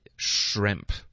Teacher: 湿的这个呢是 SH 跟 R 的音连起来